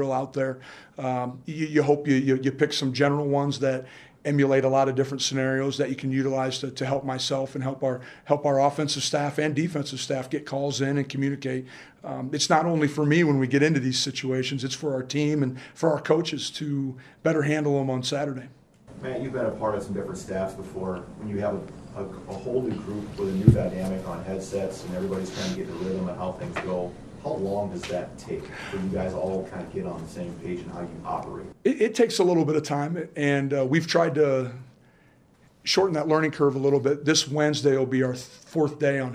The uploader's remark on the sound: Press conference. Speaks with the media on Monday afternoon.